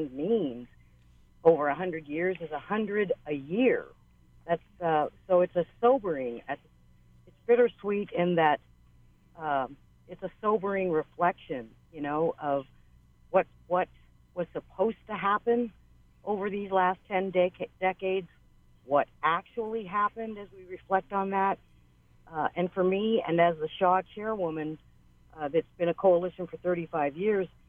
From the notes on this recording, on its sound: The Conversation hosted a call-in show.